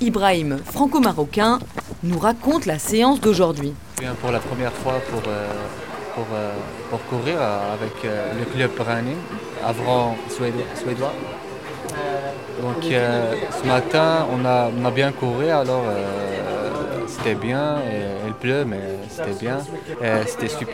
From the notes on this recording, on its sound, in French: Même sous la pluie, le club de running le l’association des amis des migrants suédophones en France se réunit, dans un parc du 19e arrondissement de Paris. Alors équipés de leurs bonnets, gants et kaway, les coureurs s’élancent.